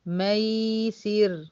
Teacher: والتوسط اللام، ميسر، ليه اطول لانها من حروف الرخاوة، يبقى في كلمة الميسر زمن الياء اللي هي الساكنة دي أطول من زمن اللام الساكنة